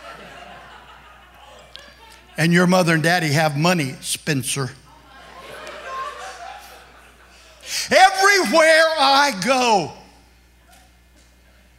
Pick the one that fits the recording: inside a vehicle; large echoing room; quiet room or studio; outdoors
large echoing room